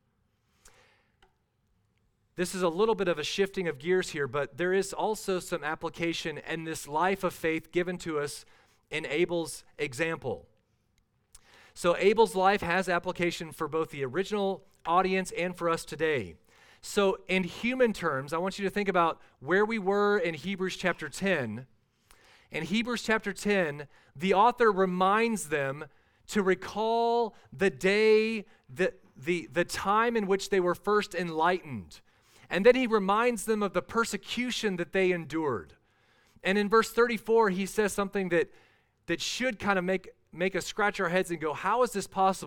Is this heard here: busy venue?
no